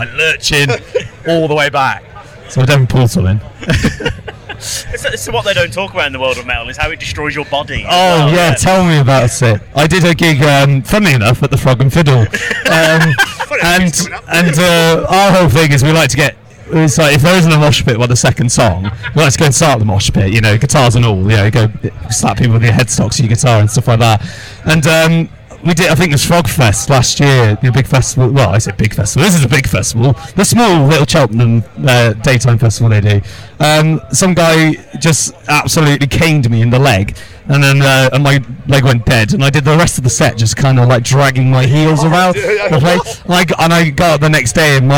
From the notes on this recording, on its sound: Live from Bloodstock 2023.